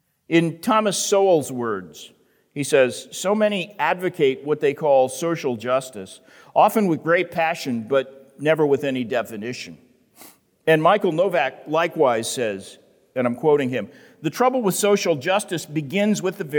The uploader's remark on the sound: The Great Awokening Conference, Session 10